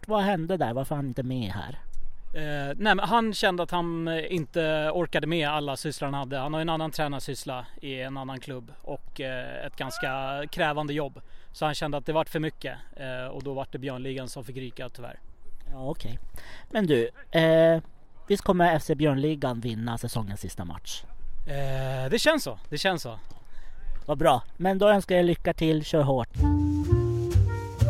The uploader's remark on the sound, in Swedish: Så då tänkte vi ”jamen då drar vi, vi blir en mobil inspelningspodd”. Vi ska ta med oss inspelningsutrustningen ut på fotbollsplanen och intervjua dig och spelarna.